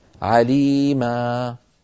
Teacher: والنوع الثالث من الكلمات المنونة أن تكون منونة تنوين نصب نحو عليما، ونحن نعلم بأن عليما يوقف عليها بمد العوض، يعني بحذف التنوين والتعويض عنه بألف